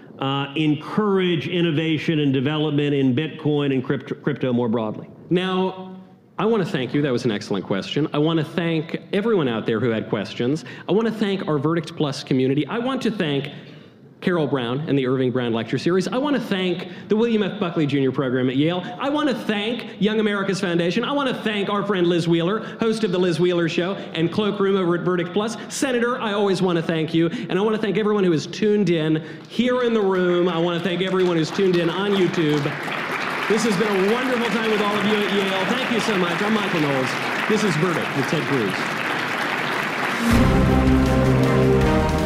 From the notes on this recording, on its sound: LIVE at Yale University. Special Young America’s Foundation event.